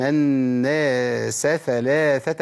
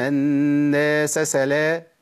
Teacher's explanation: الثاء والسين مخرجه مختلف وقريب قوي من بعضه